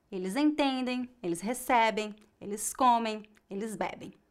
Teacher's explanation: Note que a sílaba tônica é a penúltima e a pronúncia das letras em no final é bem fraca.